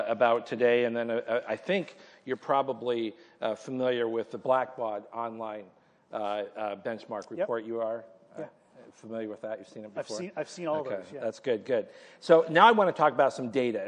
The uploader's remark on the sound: Nonprofit Coach LIVE at Digital Leap 2019. Held LIVE during the 10th Anniversary Digital Leap Conference in Toronto.